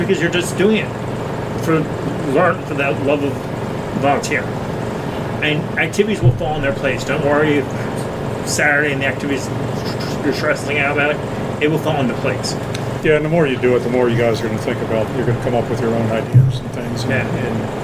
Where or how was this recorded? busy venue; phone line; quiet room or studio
busy venue